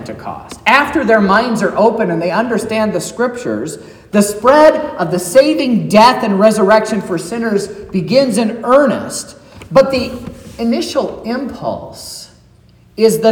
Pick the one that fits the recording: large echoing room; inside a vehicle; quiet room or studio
large echoing room